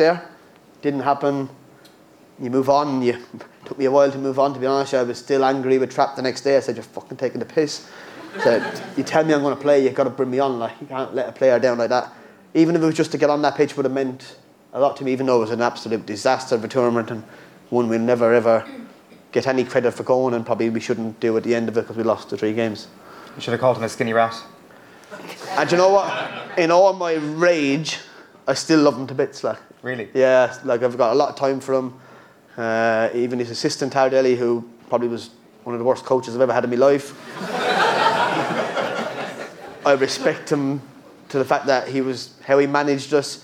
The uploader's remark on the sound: live in Galway